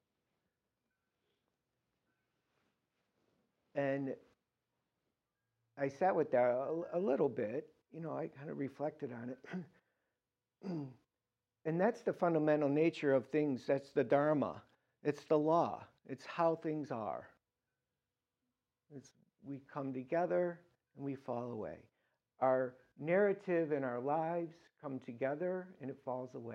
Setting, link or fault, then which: setting, large echoing room